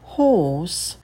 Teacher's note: В слове horse звук х очень легкий, и потом идет долгий о.